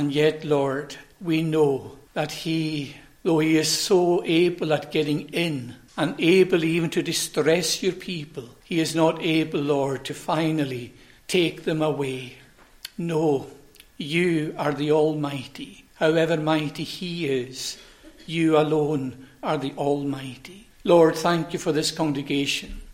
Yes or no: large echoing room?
yes